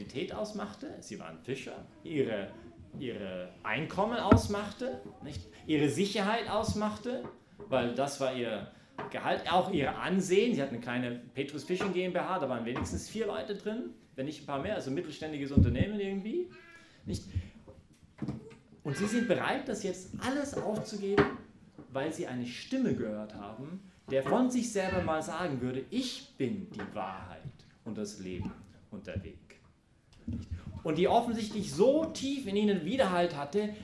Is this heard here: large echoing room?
yes